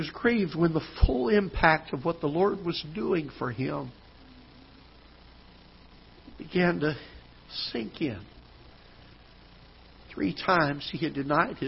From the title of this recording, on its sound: Ketha Heights Baptist Church ~ Live Broadcast